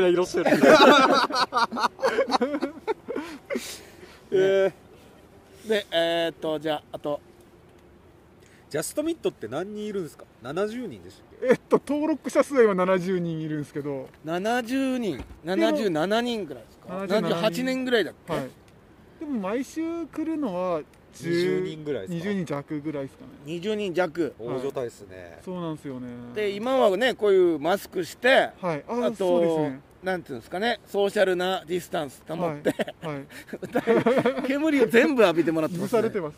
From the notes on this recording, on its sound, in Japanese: 焚き火で公開録音&生配信。緑溢れる野外で公開録音とインスタライブとYouTube収録のメディアミックス特別版！ウグイスの鳴き声と焚き火の爆ぜる音（時々暴走音）でリラクゼーション効果倍増の特別版。